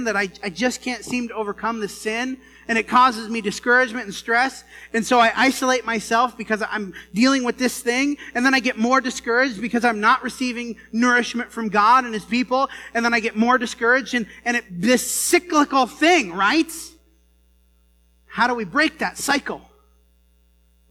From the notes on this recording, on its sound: The first few minutes didn’t get recorded. This sermon was preached at the Dewey Church of Christ on September 15, 2019.